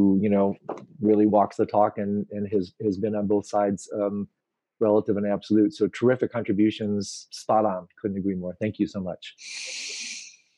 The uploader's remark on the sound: Virtual Hangout